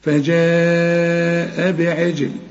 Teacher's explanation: فجاء بعجل، هنا الجيم اللي بقول لك عليها قطب جد لازم تقلقل الجيم عشان عليها السكون